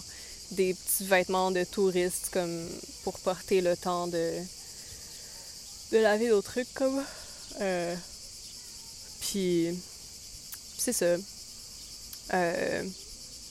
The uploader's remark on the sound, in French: Nous sommes désolées pour les bruits de fonds, elle enregistre dans un parc